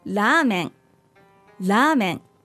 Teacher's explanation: Ramen is a little bit difficult to pronounce in Japanese because it uses the Japanese R, which is a little bit in between a Spanish R, a tapped R, and an L